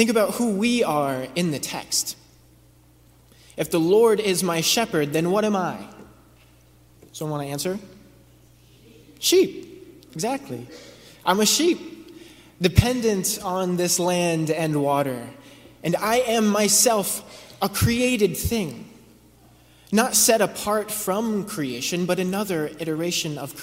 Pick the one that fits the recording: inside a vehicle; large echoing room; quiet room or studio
large echoing room